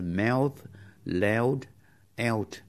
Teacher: giọng broad chừng nào thì càng thấy phần đầu của nhị trùng âm O tiến gần sang âm E. Thành ra đọc như là trong chữ dress, E như trong tiếng dress là áo dài.